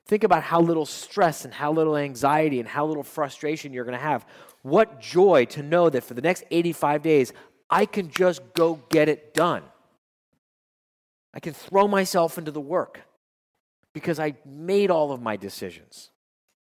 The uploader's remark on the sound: at …’s Live Quarterly Meeting in West Palm Beach, Florida